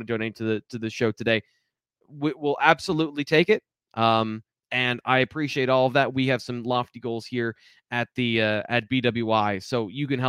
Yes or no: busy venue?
no